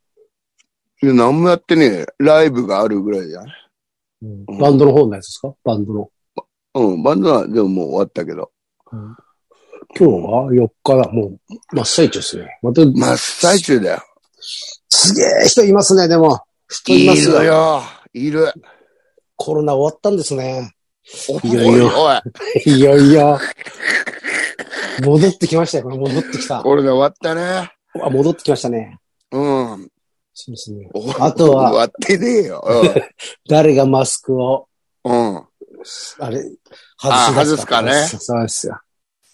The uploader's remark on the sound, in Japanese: ZOOMで収録